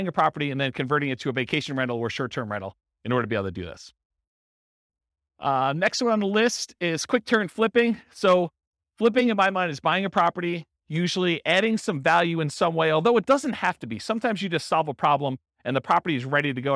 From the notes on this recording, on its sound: This was a live class recorded